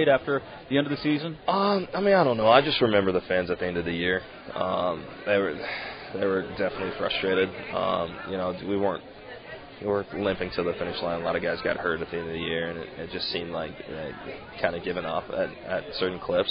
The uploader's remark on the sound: LIVE from PiratesFest Saturday afternoon at PNC Park